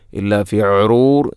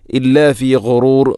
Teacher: ഗൈ തൊണ്ടയുടെ ഏറ്റവും മുകൾ ഭാഗം · Shown in: second take · Term: ഗൈന്